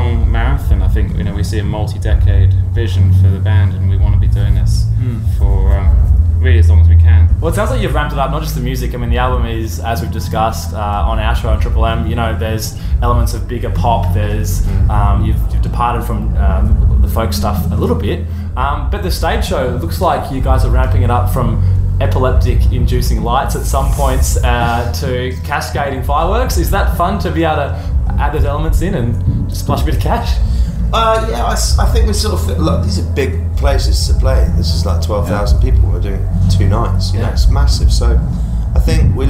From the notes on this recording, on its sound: Backstage interview. Backstage at their Melbourne concert.